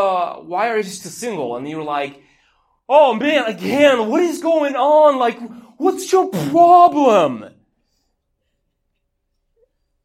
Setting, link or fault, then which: setting, large echoing room